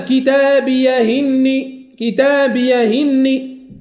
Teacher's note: الأزرق مما يفعل أنه ينقل حركة الهمزة إلى الساكن قبلها